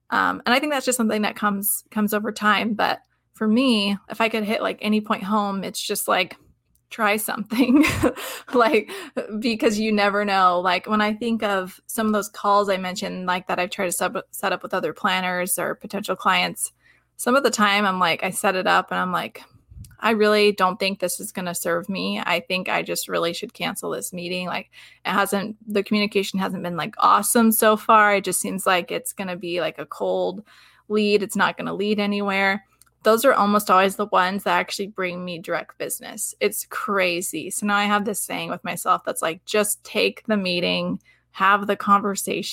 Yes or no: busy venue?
no